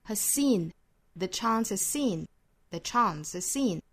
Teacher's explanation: Has 的 z 跟 seen 的 s 又是相同口型的哈，所以我们相当于也是做后进同化了。那前面这个 z 的发音就不见了。